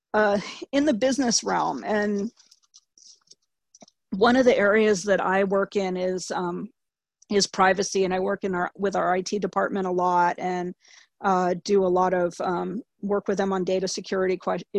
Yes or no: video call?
yes